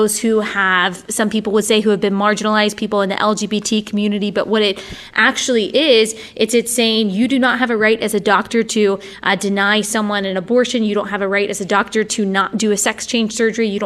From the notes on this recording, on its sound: We recorded this episode at Awaken Conference 2019.